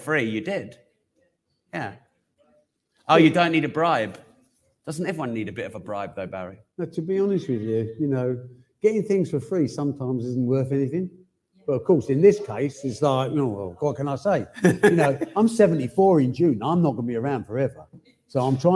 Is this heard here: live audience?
yes